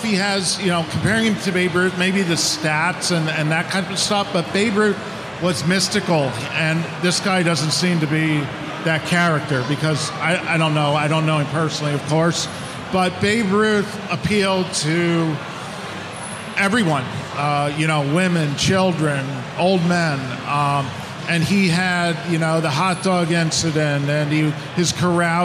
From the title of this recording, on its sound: Broadcasting from the National